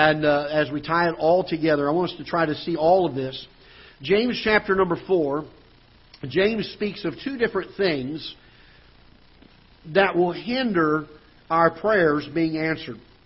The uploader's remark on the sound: Ketha Heights Baptist Church ~ Live Broadcast.